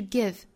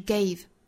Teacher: give 这个词不要发成了 gave，它的原型呢是 give，是单元音的一个 e